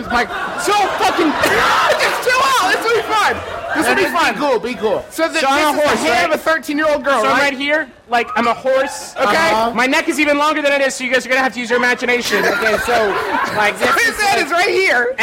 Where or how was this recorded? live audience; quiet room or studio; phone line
live audience